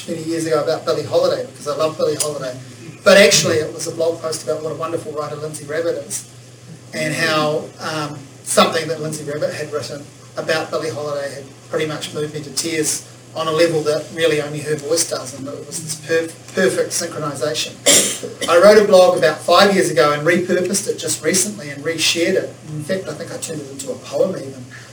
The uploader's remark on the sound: A talk I gave at the 2020 Manawatu Writers Festival